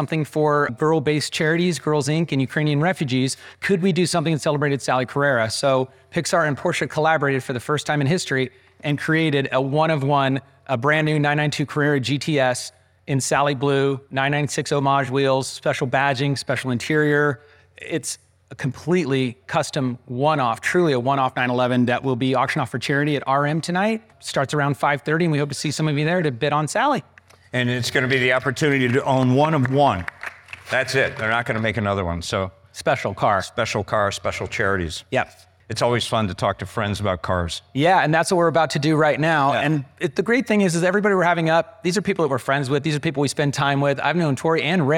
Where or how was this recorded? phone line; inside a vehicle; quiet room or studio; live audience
live audience